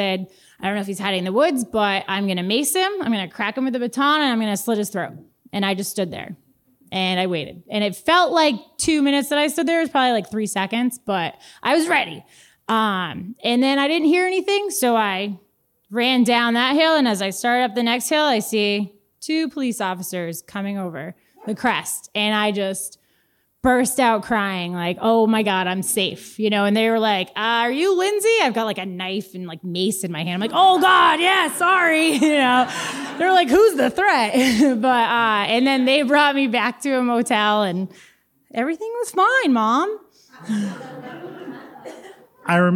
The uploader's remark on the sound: answers some questions from the audience.